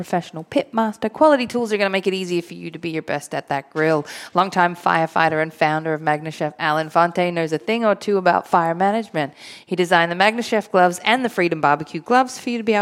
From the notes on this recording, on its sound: recorded live in front of a studio audience at the Studio 21 Podcast Café upstairs at Two Guys Smoke Shop in Salem, NH